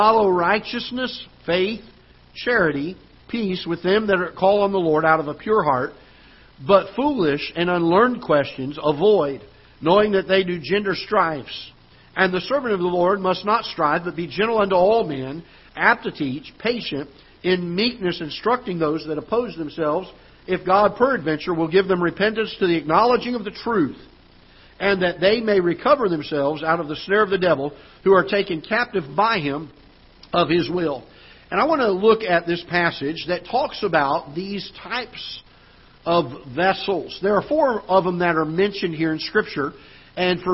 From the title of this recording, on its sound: Ketha Heights Baptist Church ~ Live Broadcast